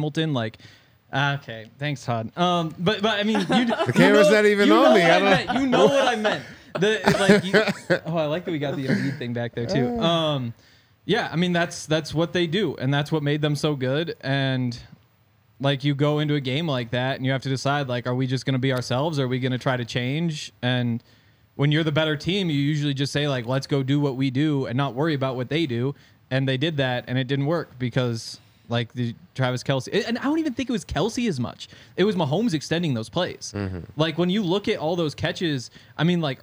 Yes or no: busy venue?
yes